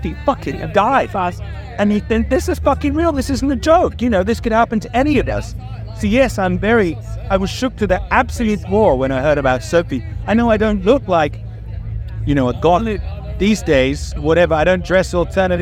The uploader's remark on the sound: Live from 2000 Trees 2023